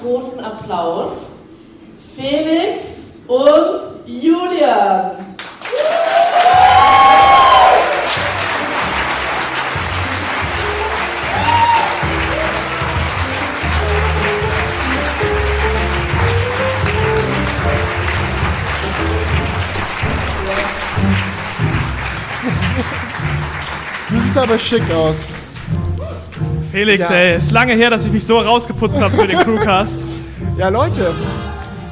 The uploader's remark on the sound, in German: Zum ersten Mal vor Live-Publikum! (Aufzeichnung). Haben wir uns zum ersten mal vor ein Live-Publikum gewagt und gemeinsam mit euch das Theater K in Aachen gerockt.